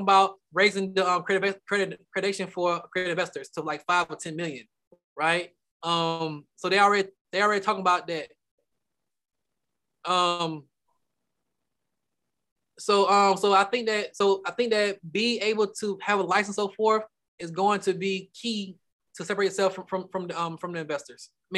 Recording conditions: video call